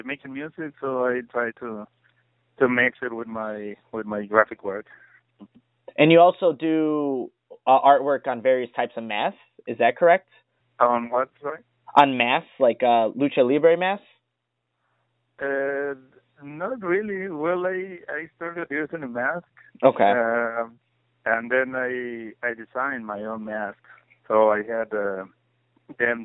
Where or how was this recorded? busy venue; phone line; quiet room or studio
phone line